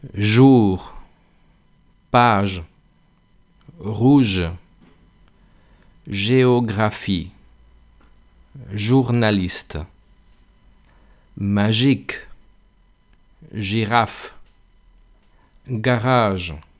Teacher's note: en este sonido el aire sale pues poco a poco y hay una vibración, ¿eh? Se nota que vibra la garganta.